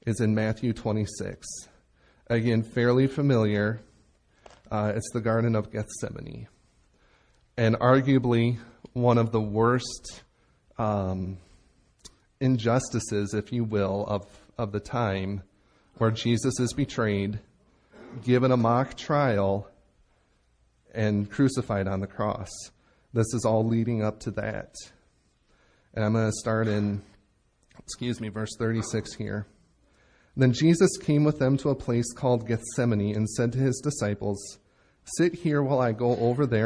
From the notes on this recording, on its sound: Recorded Live at Bethany Bible Church in Leroy, MN on 9/24/17